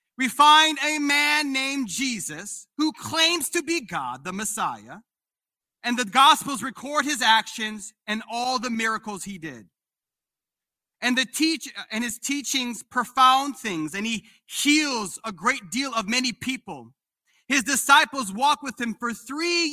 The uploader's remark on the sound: This sermon was recorded live on April 17th, 2022 at Newark United Pentecostal Church.